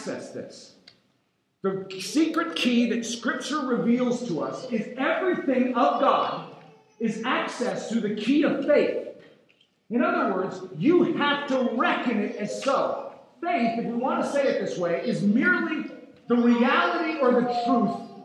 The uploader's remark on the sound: please forgive us for the audio quality of this sermon